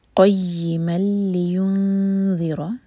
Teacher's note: اگلی آیت ہے قَيِّمًا لِيُنذِرَ، یا پشدہ تو یا اسٹرانگ ہوگا. قَيِّمًا، میم کی تنوین کے بعد لام، تو یہ ہے ادغام بغیر غنہ کا